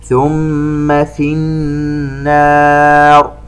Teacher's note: ميم مشددة ونون مشددة كل منهما يغن بمقدار 2 حركات